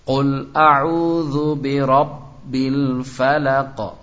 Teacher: Qafnya huruf qalqalah. Qalqalah kemudian di akhir kata diwaqafkan berarti harus lebih kuat lagi